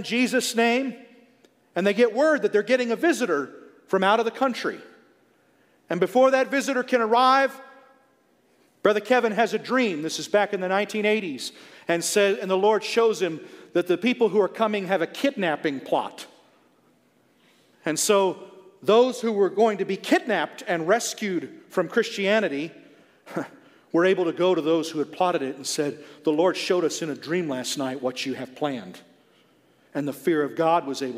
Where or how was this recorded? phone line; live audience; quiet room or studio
live audience